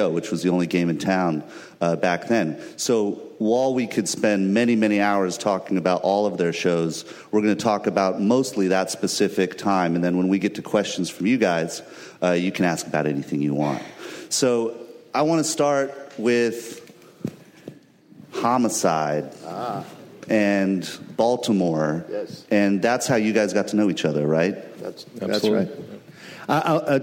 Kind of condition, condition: setting, busy venue